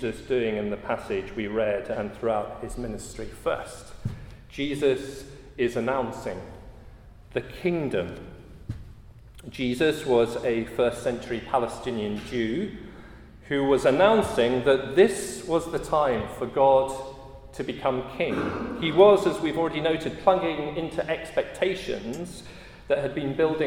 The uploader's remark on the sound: at a Christians in Parliament Chapel Service which was held in the Chapel of St Mary Undercroft on Tuesday 12th September 2023